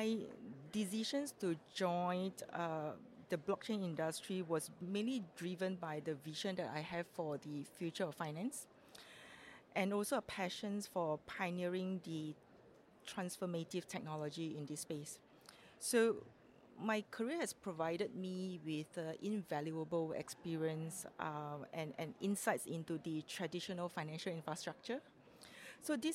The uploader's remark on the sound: In this special episode recorded at Sibos in Toronto.